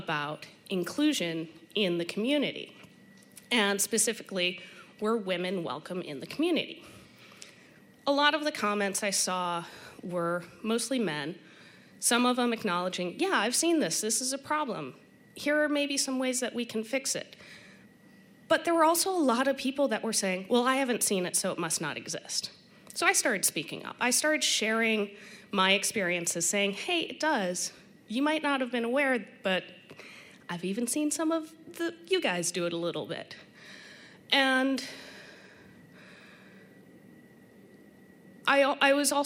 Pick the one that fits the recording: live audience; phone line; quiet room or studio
live audience